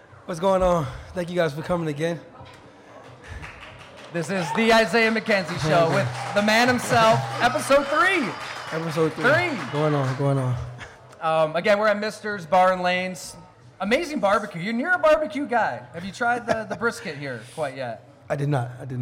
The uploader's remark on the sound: We record live from Mister’s Bar & Lanes in East Aurora, N.Y., and it’s a rollicking affair. Everyone who came on out to pack Mister’s.